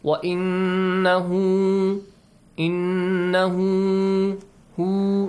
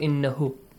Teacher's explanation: It means this Ha, which is a pronoun in Arabic, okay, you have to produce a longer sound. · Shown in: first take · Term: إِشْبَاعُ ضَمِيرِ هَا